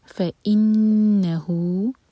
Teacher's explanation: हु 4 हर का लंबा, यह है मद सिला कुबरा